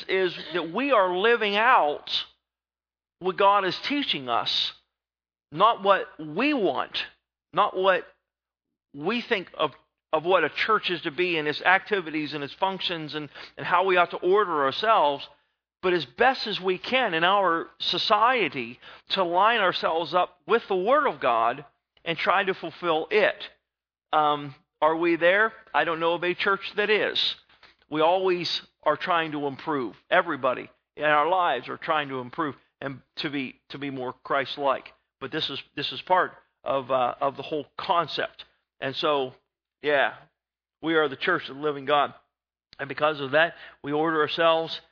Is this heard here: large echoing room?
yes